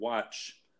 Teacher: The sound is the last sound in watch, the ch, is just coming from your mouth, not from your throat. · Term: voiceless sound